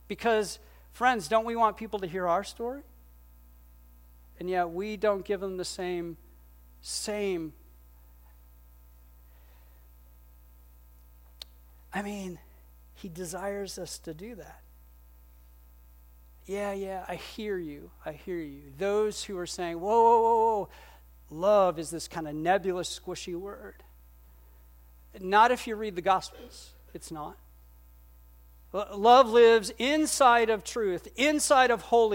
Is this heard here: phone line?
no